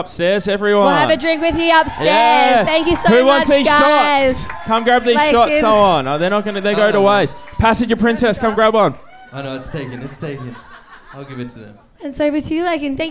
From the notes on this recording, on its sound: LIVE from the Corner Hotel in Melbourne for our Two Million Listens Tour!